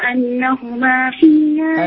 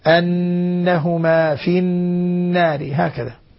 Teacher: لاحظي غنة النون المشددة